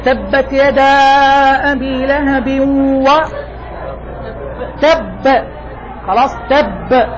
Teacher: حرف القلقلة إذا كان مشددا عند الوقف عليه أقوى ما تكون فيه القلقلة، أقوى ما تكون القلقلة في حرف المشدد الموقوف عليه